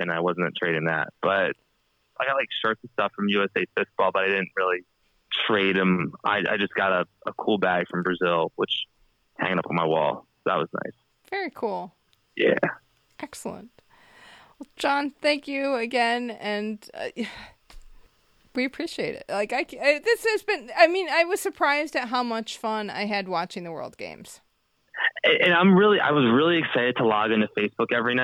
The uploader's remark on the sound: Listener Call-In. We open the phone lines to hear from our listeners.